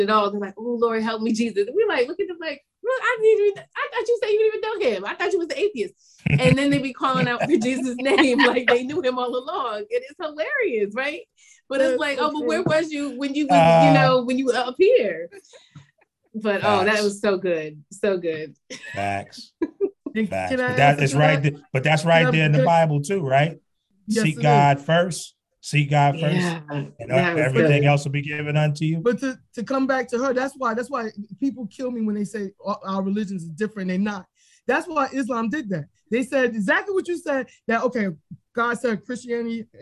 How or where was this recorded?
video call